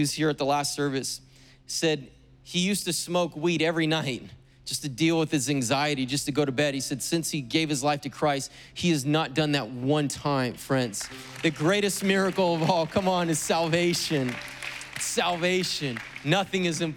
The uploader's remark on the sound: was preached on August 15th at the 11:30AM service.